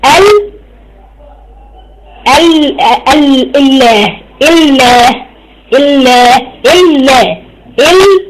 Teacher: لما قلنا الله التقت اللام الساكنة الأولى بالثانية المفتوحة · Term: إدغام